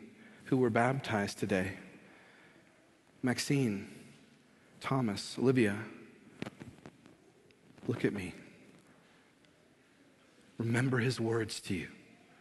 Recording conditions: large echoing room